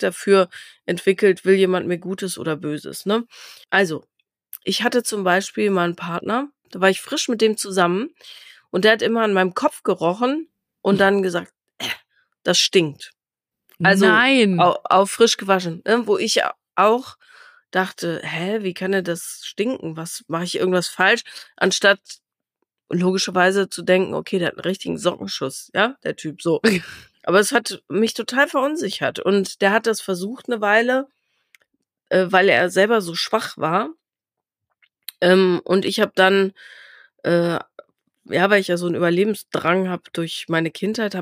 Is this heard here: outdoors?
no